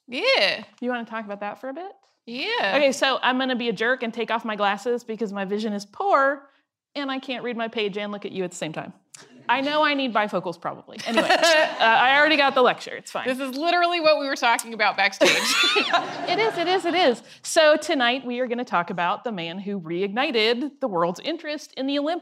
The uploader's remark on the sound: This episode is our 2016 live show from the Dallas Museum of Art about the Olympics.